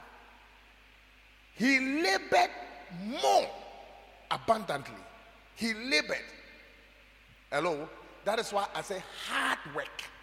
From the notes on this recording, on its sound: preached at God's Haven Ministries, The Purpose Assembly on Friday 28th April, 2023.